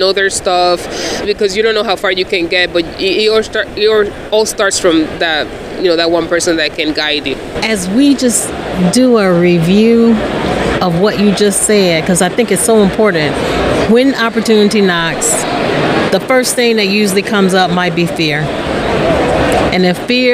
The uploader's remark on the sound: LIVE from the conference floors of FinCon22.